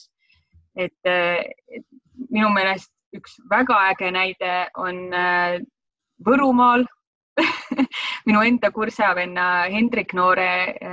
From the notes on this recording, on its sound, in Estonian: Võtsime appi videokonverentside tegemise keskkonna Zoom